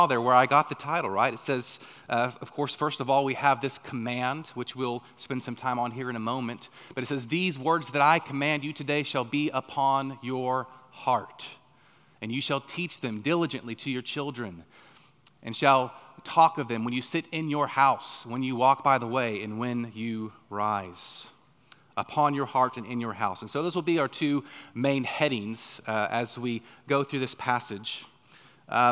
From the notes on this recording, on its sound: on the morning of January 14, 2024, at Chaffee Crossing Baptist Church in Barling, AR.